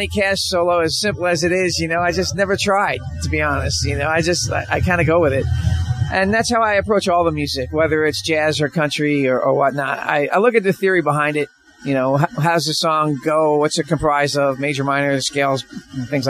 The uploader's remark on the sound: We are still broadcasting from The Sanford Music Festival.